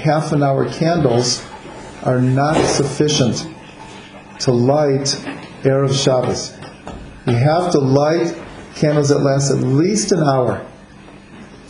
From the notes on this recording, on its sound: This audio is a recording of a Chanukah gathering that includes teachings, stories and music relating to Chanukah.